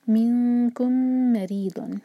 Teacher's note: میم اور میم مل رہے ہیں جب دو سیم لیٹرز اکٹھے آتے ہیں تو یہ ہوتا ہے ادغام متماثلین